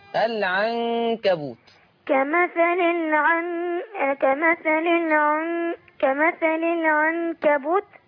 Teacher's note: لما تيجي نون معلهاش تشكيل ويجي بعدها حرف الكاف اديله غنة